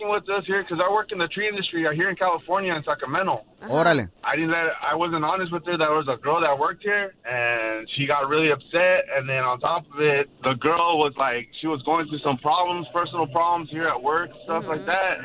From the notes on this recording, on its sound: We opened up the phone lines. A listener asks for his wife's forgiveness on air.